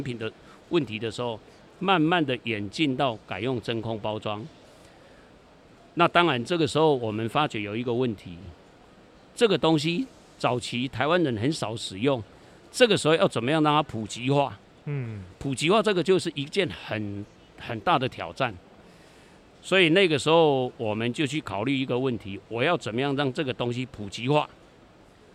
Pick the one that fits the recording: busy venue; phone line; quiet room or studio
busy venue